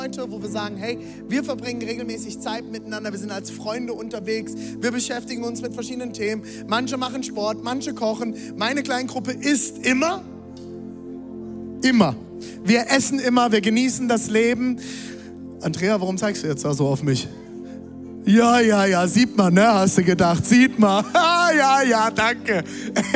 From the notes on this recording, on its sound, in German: Audiomitschnitt der Predigt